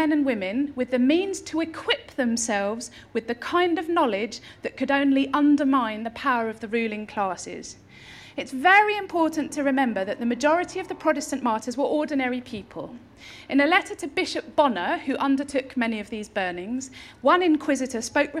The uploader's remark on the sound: Delivered this year's Harriet Martineau Lecture at the Norfolk & Norwich Festival.